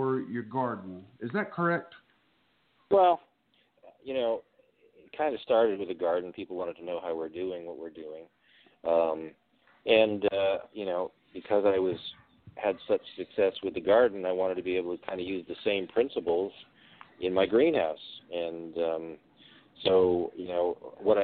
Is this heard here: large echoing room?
no